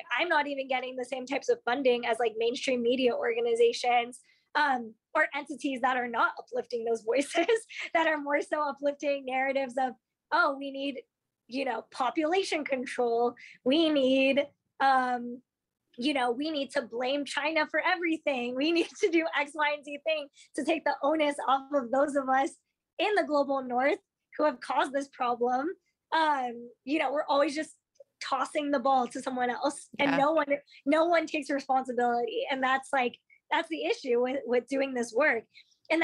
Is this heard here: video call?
yes